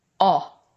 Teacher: The ah sound, as in the word honest, also becomes rounder with the lips and more distinct, and also brings the lips and cheek muscles a bit forward.